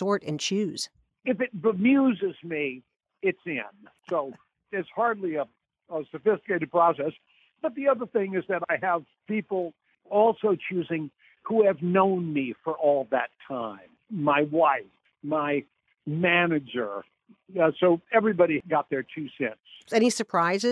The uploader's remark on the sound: Spoke by phone.